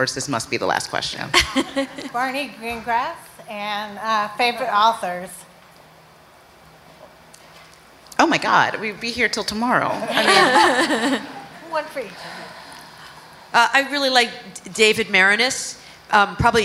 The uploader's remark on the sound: Are live in New York City.